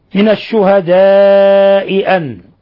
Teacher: جاء بعد حرف التاء الحكم التجويدي إخفاء حقيقي، من الشهداء أن مد متصل الشهداء لاتصال الهمز بحرف المد في نفس الكلمة، يمد من 4 إلى 5 حركات